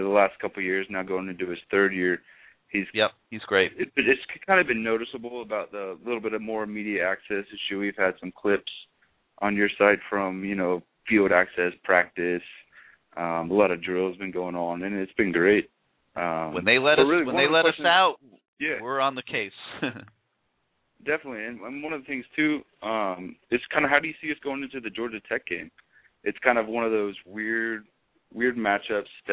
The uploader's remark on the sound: call in show with CaneSport subscribers, live guests and Canes fans throughout the world